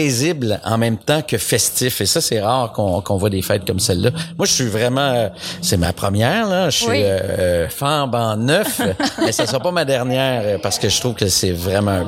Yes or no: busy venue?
yes